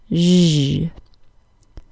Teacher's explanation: The ZH sound is created with the front of the tongue somewhat flat toward the back of the tooth ridge. The air passes in a flat stream between the front of the tongue and the back of the tooth ridge.